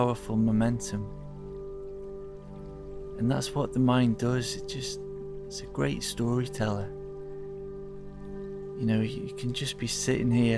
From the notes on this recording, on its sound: Recorded in the heart of the forest, so you will hear birds and the river. Blended with crystal sound healing.